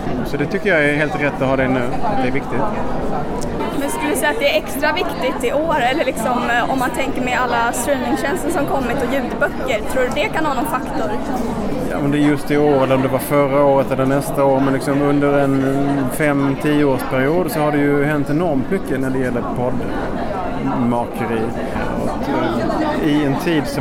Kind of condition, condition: setting, busy venue